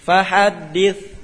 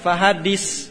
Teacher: Bukan dis, tapi dith. Tidak ada desis. · Shown in: first take · Fahaddith. Bukan fahaddis.